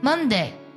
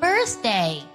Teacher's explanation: Monday 这个音呢，短音 a 就会比 birthday a 短促很多